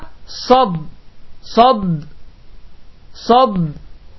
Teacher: Sad hərfinin isə məxrəci və səslənməsi daha qalındır.